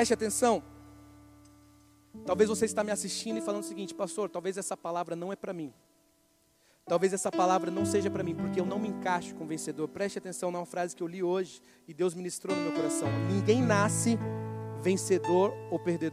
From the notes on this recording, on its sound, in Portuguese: Mensagem gravada no culto da QUINTA PROFÉTICA na igreja Batista da Lagoinha Rio Claro